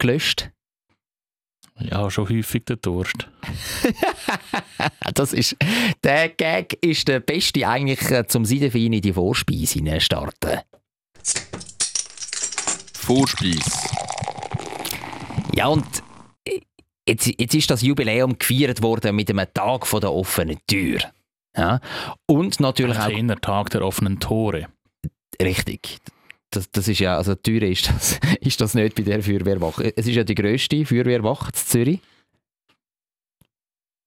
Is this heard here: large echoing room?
no